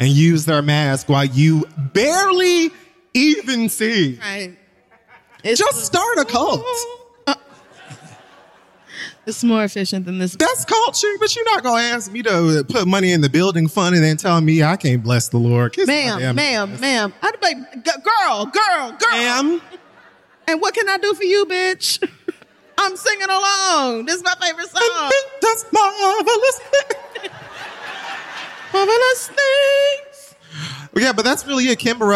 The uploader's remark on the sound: 11th Anniversary Live Show - Live From The Beacon Theater